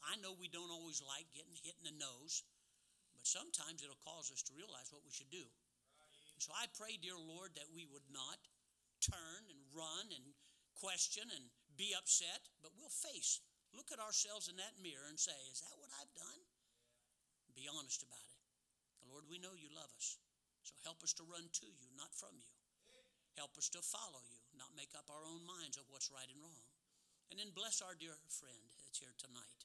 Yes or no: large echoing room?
yes